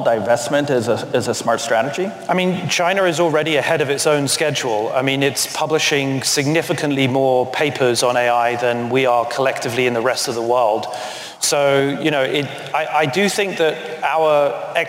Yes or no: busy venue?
yes